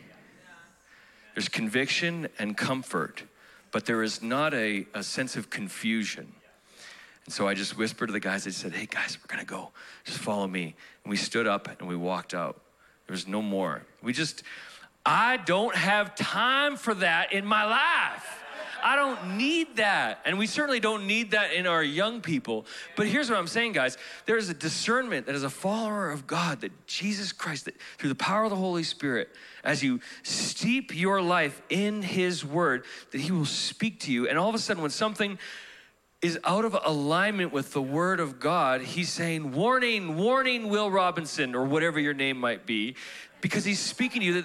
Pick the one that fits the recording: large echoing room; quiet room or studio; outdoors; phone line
large echoing room